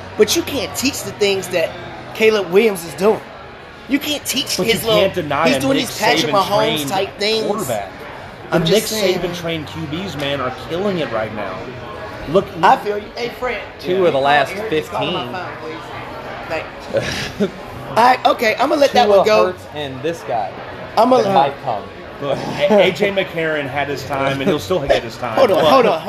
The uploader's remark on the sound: Live at Macados!